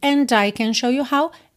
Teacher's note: Aqui juntou and e I pelo N